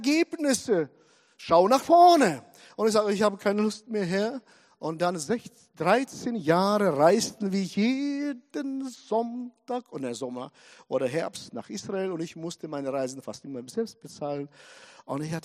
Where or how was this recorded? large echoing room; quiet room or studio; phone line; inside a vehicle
large echoing room